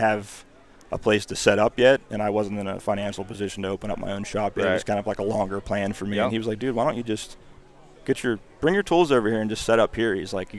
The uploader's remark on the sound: In this episode we go live from Hunt Stock! We were able to meet a ton of great people, see some old friends, and hear a ton of awesome stories in which some of them made it into this podcast.